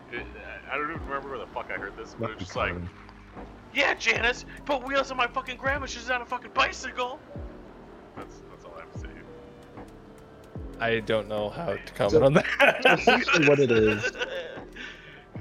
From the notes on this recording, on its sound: We will have better audio quality next time. Audio in background is Valheim.